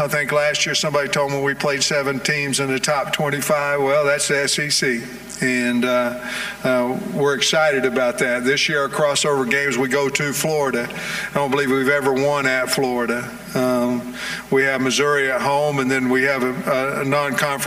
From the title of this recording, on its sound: live from the Podium at SEC Media Days